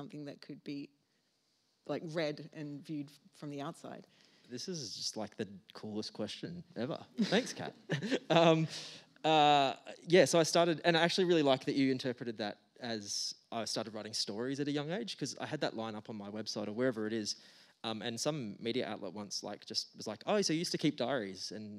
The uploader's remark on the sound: The bookseller for this event was Readings . This podcast was recorded on 4 August 2022 at the Wheeler Centre.